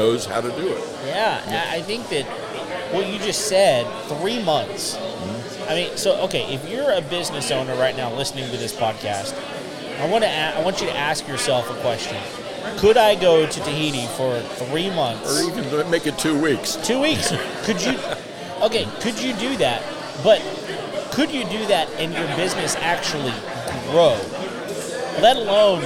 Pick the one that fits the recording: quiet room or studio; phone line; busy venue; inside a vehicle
busy venue